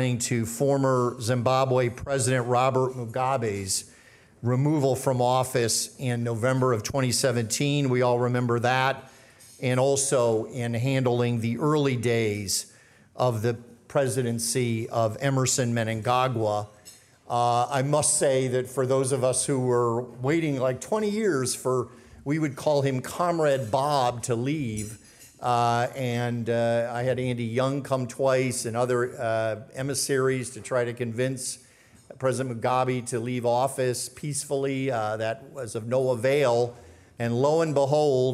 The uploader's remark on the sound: At the Council of American Ambassadors' Spring Conference